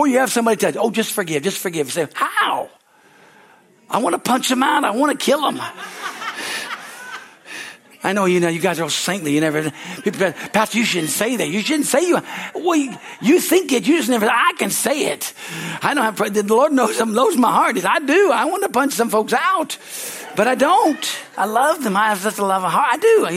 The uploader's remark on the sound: from the Sunday service on May 7, 2023 at Harvest Bible Church in Stockton, CA.